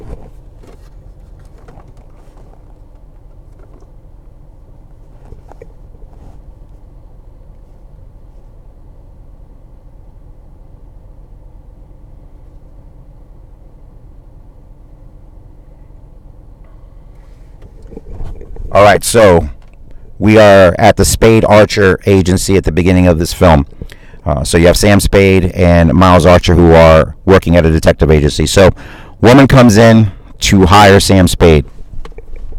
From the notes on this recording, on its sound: Live from my car.